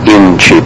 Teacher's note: Now you can hear that there are three syllables in that word, there are three vowels in that word, and notice that I accented the word on the first syllable